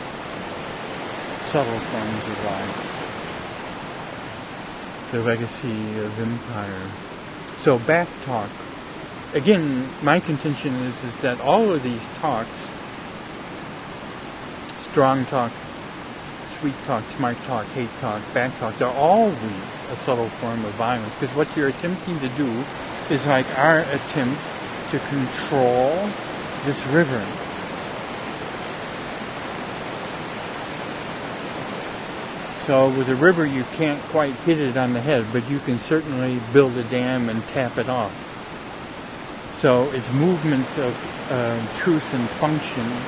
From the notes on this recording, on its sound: A streamside dialogue circle. A streamside dialogue circle. Near where this talk wad recorded in the Eagle Cap Wilderness, OREGON.